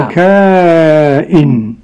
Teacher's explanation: الإمام ابن كثير يمد الكاف، ومع مد كائن كسر همزته دلا ولا ياء مكسورا.